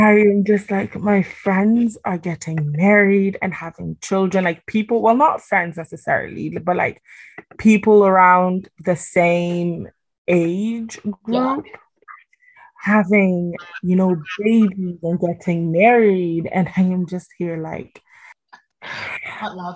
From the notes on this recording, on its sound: The sound quality is a bit shambolic